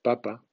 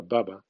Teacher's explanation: Por eso, como ejemplo, te invité a pronunciar papa contrapuesto a baba, y es que la P y la B se diferencian por la no vibración de las cuerdas vocales al pronunciar el sonido P y vibración al pronunciar el sonido B